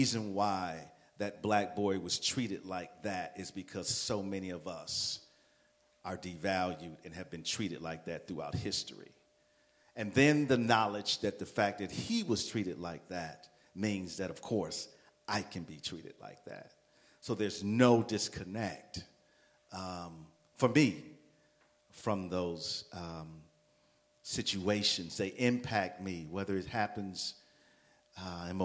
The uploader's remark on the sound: A live podcast recording followed by dinner and conversation to bring together the Black/African-American and Jewish Communities.